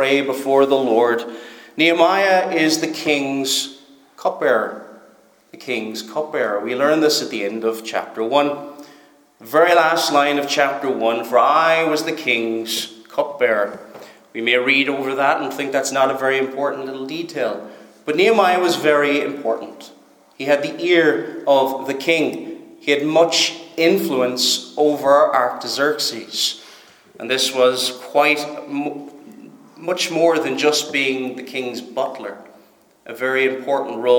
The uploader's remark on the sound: Preached at Stornoway Free Church -Continuing